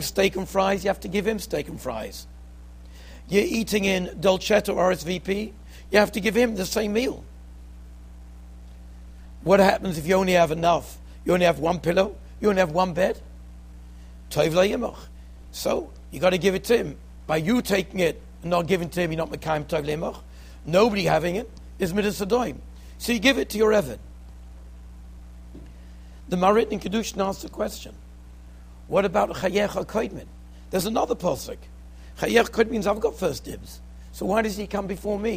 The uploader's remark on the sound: Shiur recorded in Yeshivas Ohr Reuven, Monsey, NY.